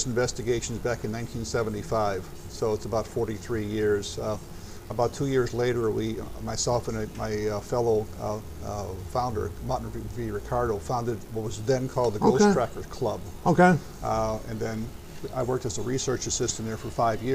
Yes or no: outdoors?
yes